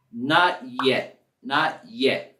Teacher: En la palabra yet, la T al final lo topamos casi un poquito, pero casi no se escucha.